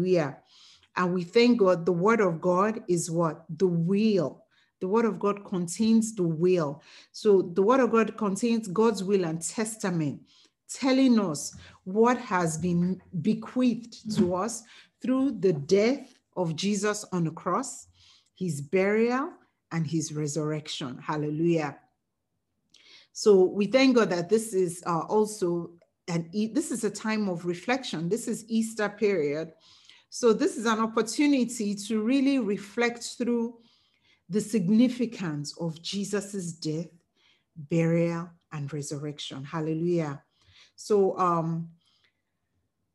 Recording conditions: video call